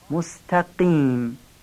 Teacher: اهدنا الصراط، صاد و طا رو باید درشت و پر از گلو بگیم و قاف مستقیم هم محکم از ته گلو بگیم